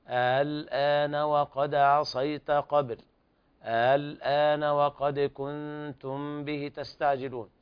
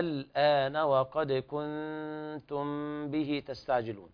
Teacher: وللعلماء في مثل الآن تقرأ بالوجهين، إما نقرأها بتسهيل الهمزة الثانية أو نقرأها بالإبدال مع المد المشبع